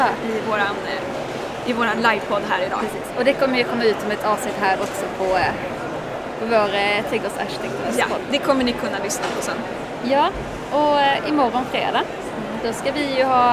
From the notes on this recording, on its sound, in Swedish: Trädgårdsarkitekterna poddar från Vår Trädgård i Malmö. Nu kan ni lyssna på en liveuppdatering inspelad från vår monter.